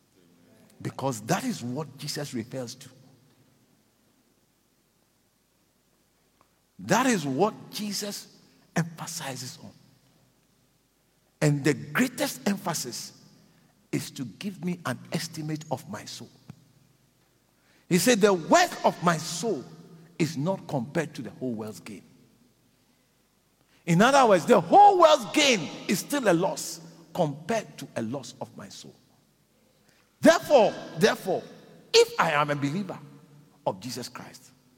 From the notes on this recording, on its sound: Preached at the Living Waters Cathedral in Randburg.